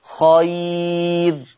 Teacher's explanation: كلمة خير في حال الوقف مرققة للجميع